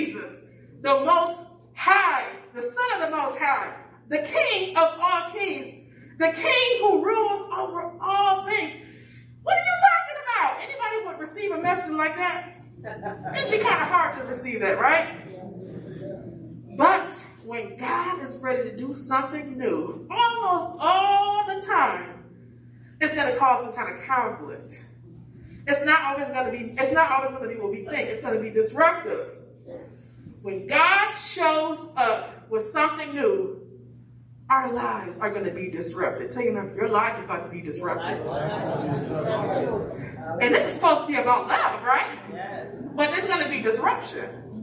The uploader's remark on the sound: Praise and Worship Service